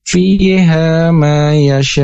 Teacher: ada huruf mad bertemu dengan hamzah dalam satu kata. Nah, dibacanya itu 5 sampai 6 harokat · Term: mad wajib mutasil